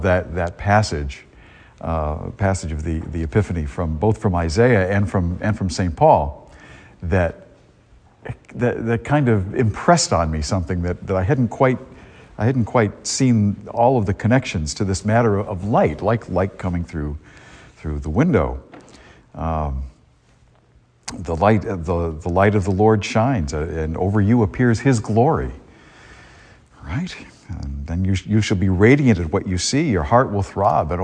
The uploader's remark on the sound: A homily delivered at Star of the Sea parish in Salisbury, Massachusetts, on January 8, 2023.